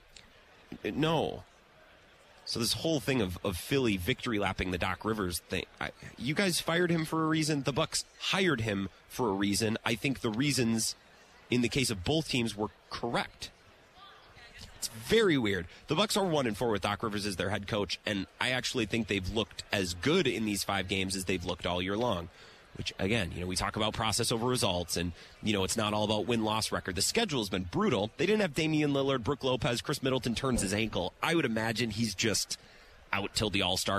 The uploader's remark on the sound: live at Radio Row in Las Vegas